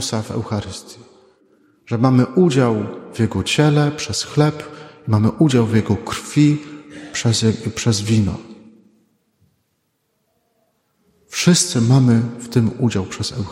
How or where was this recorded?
large echoing room